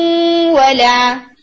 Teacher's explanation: آپ نے نون کا غنہ واؤ کے ساتھ پڑھا